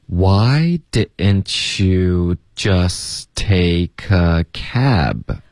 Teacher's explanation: 这个里面有一个概念叫喉音停顿，就是那个 didn't